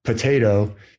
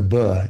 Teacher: If I say, you know, potato, if I just voice that, it becomes a buh. · Shown in: second take · It's you make the exact same thing with your lips.